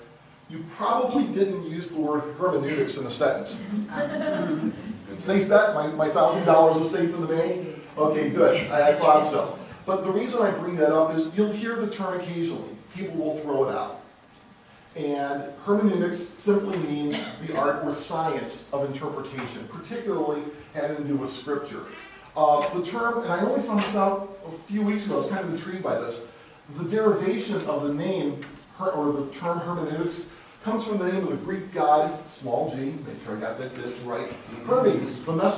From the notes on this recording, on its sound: The class sessions were recorded during Sunday School at Troy Christian Chapel in Troy, Michigan.